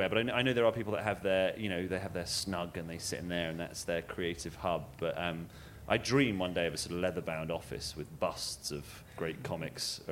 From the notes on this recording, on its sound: Recorded on Thursday 9th August 2012 at the BBC Edinburgh Festival.